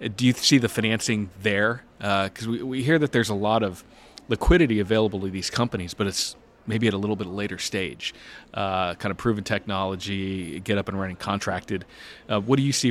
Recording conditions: busy venue